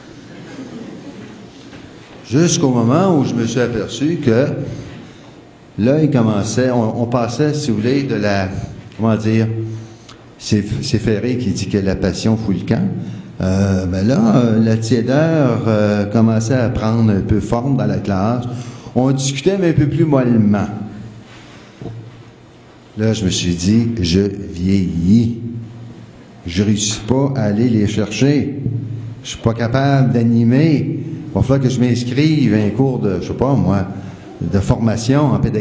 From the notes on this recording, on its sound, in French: Au cours de cette conférence